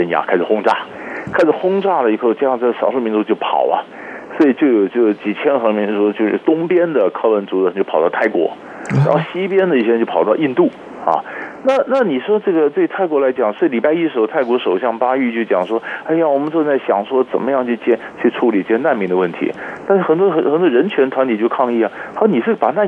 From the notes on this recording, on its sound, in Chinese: 連線訪問